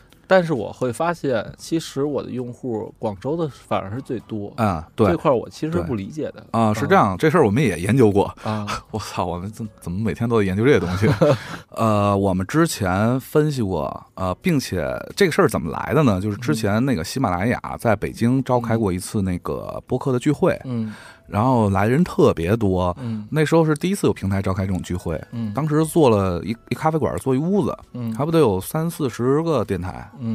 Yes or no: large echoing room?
no